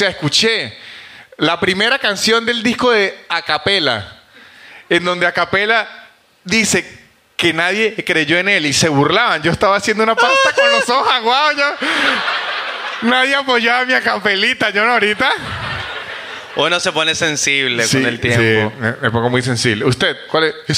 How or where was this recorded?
live audience